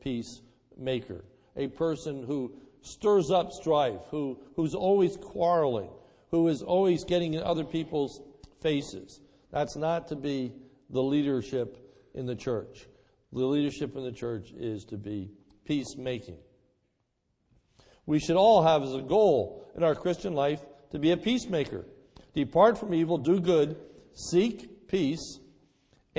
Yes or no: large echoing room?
yes